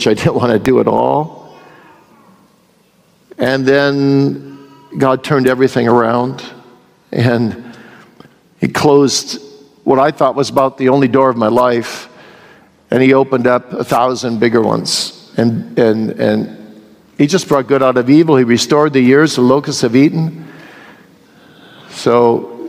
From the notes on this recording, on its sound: here is the question-and-answer session from this year’s Boise Reformation Conference